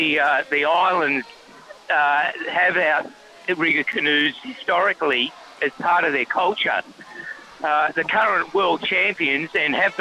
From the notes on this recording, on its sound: Live from a boat at the Te Ika Nui Outriggers hosting the 50 Kilometre Head to Head Race - Patonga to Terrigal and back.